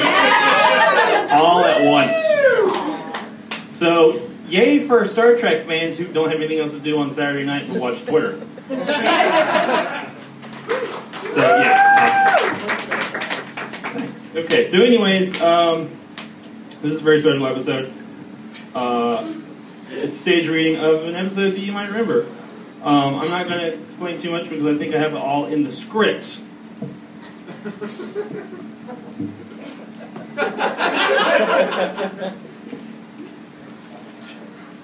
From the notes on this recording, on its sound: Sound effects, transition music and other comedic/editorial sound choices are developed and triggered during the performance. We perform the whole thing (comedians, actors, improvisers and me) for a live audience.